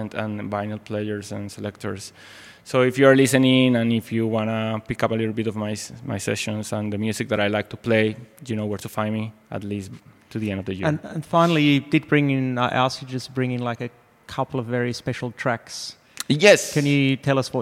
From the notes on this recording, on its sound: Live conversation in the gallery